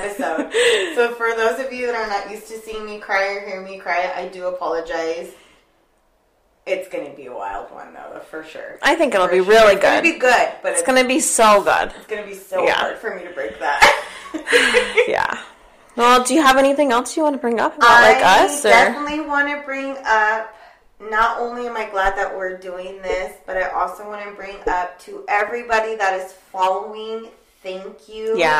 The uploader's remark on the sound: We know the audio is a little rough on this one, bear with us!